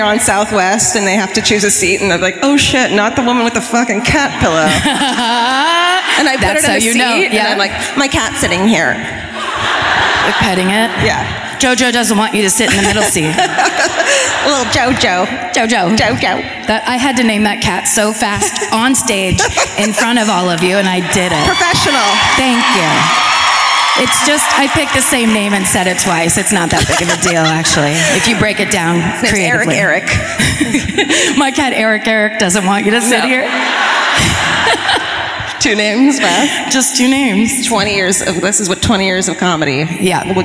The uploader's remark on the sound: Live at the Paramount Theatre in Oakland (2018)